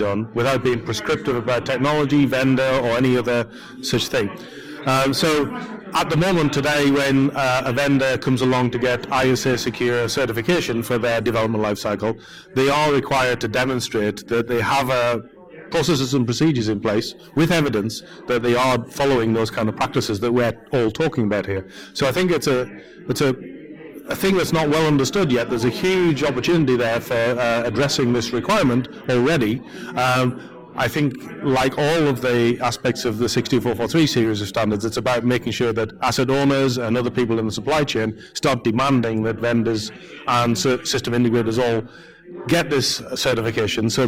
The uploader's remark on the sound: A panel discussion recorded live at the ISA OT Cybersecurity Summit in Aberdeen, Scotland. Because this was recorded live from a conference, the audio quality varies a bit depending upon the speaker. Unfortunately we had to cut a few things out, as they just could not quite be understood.